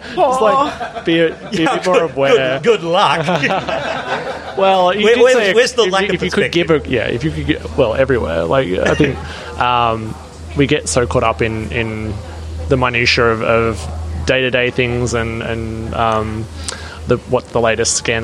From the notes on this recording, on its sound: Join us for this live and extremely wonkish conversation from the wilds of suburban Sydney with two smart and informed panellists. This episode was recorded in front of a live audience at the West Ryde Hotel in Sydney.